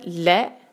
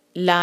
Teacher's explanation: lamb simple letter एक हरका के साथ ले, ला नहीं बनाना और ना लंबा खींचना इसको · Shown in: first take